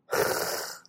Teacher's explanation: Si dejamos de vibrar nuestras cuerdas vocales, se convierte en una vibrante uvular sorda, R, que es también una variante en el portugués de Europa.